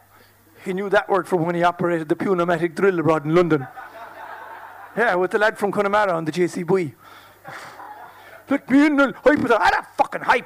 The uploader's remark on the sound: Performance at this year’s Lingo Festival. This audio was originally produced and broadcast live by Near FM with the support of the Broadcasting Authority of Ireland Sound and Vision scheme.